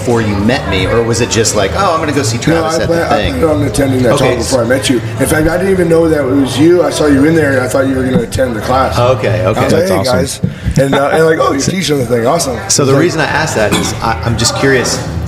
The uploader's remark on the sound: LIVE from Long Beach ISS.